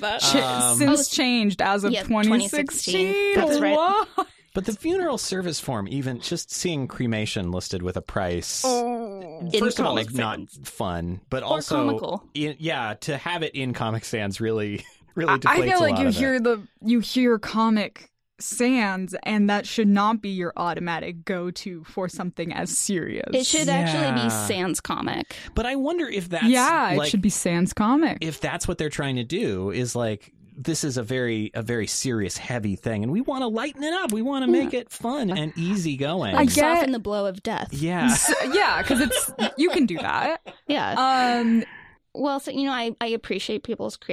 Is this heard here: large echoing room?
no